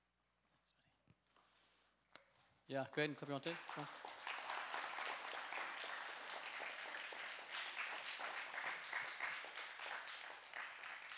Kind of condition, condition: setting, live audience